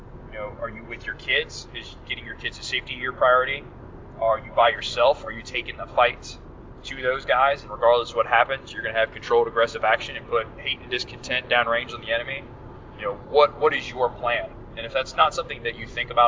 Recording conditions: inside a vehicle